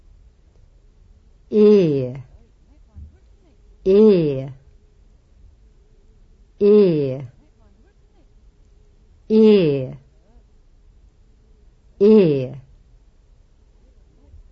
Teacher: Long E is a pure vowel. It's not the same as the vowel sound in say, day, gray